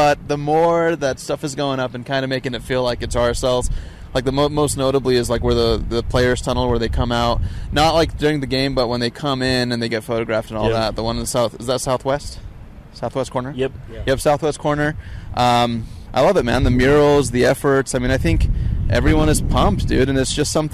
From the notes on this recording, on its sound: live at Rio Tinto stadium